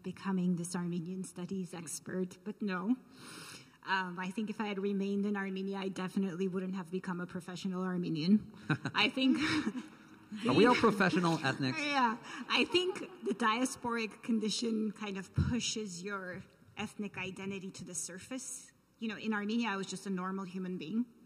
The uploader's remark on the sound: This event was streamed live from The Soraya at California State University, Northridge on March 16, 2022